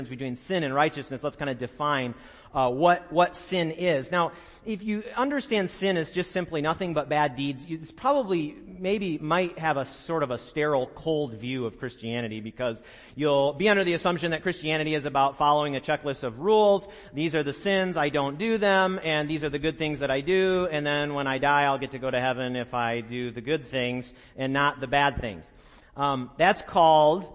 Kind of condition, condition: setting, large echoing room